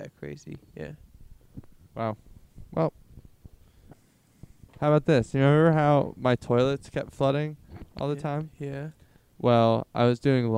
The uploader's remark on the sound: The episode is recorded in a haunted forest so there is background noises throughout.